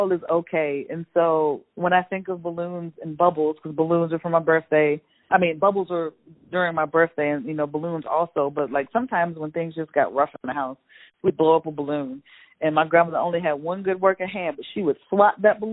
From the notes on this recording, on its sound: joins the podcast via phone